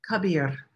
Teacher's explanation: It's a little bit roll of the tongue, the R.